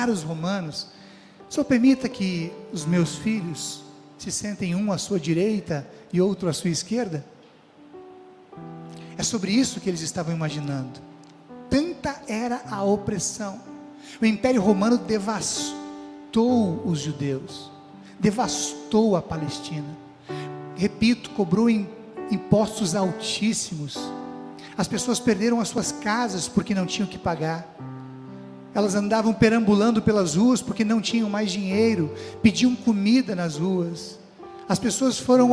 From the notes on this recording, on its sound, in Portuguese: Mensagem proferida no culto ao vivo do dia 05 de fevereiro de 2023, da Congregação Evangélica Luterana da Esperança, de Brasília (DF).